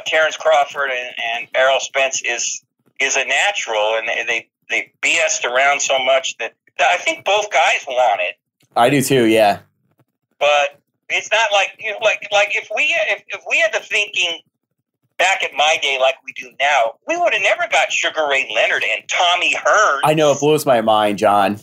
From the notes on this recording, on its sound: Phone interview for The Weigh-In Podcast.